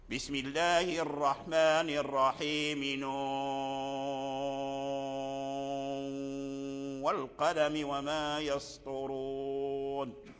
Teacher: حتى تشبع المد مد الواو من نون، حتى تشبعه مدا مشبعا وتمكن المد، ثم تدخل في باب الإدغام الناقص مع الغنة، أي تدغم النون إدغاما ناقصا في الواو، ثم صوت يخرج من الأنف، هذا الإدغام الناقص. · Term: المد المشبع